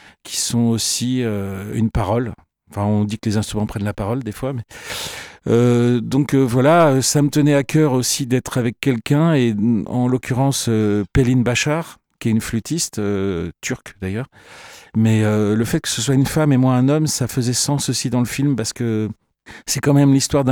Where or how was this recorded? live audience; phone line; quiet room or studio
quiet room or studio